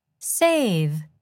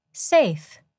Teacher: Pay attention to the vowel sound in each word. The vowel sound in save is longer than the vowel in safe.